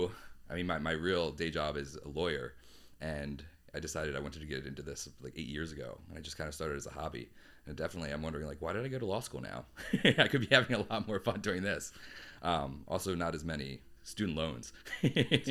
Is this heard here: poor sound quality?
no